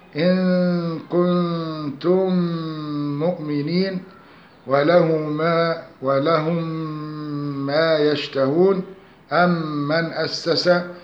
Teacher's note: فإذا وقعت الميم المتحركة بعد الميم الساكنة، وذلك نحو إن كنتم مؤمنين ولهم ما يشتهون، أم من أسس، وجب الإضغام بغن مقدارها حركتان، فينطق بالميم الثانية مشددة، هكذا إن كنتم مؤمنين ولهم ما يشتهون، أم من أسس، ويسمى إضغاما شفويا أو إضغام تماثلين صغيرة.